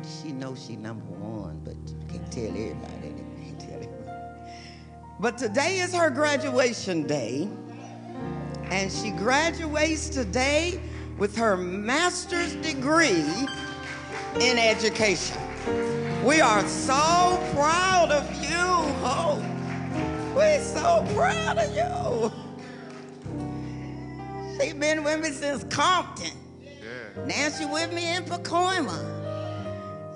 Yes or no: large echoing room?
yes